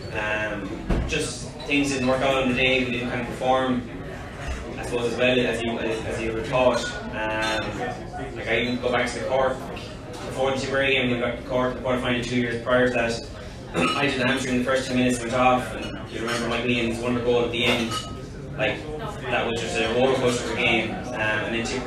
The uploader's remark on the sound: This week we are live from Taaffes Bar